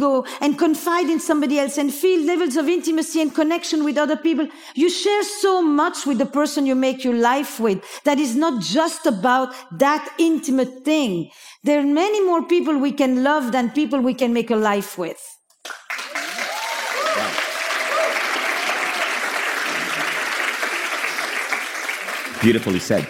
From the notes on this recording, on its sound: In this unique (juicy!) episode live from Mindvalley's A-Fest Ibiza stage.